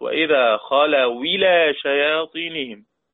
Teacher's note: أحذف الهمزة وأحول الكسرة إلى الواو، بقت وإذا خلوا إلى شياطينهم. · Term: النقل